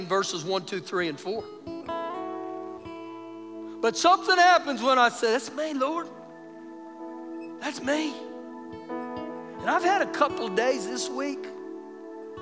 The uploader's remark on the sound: Recorded live during our Sunday morning service